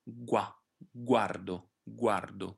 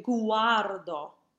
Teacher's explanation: Saying guardo would be an error, because the U is too long then. The G and U should be pronounced almost together, as though they're a single consonant. · Shown in: first take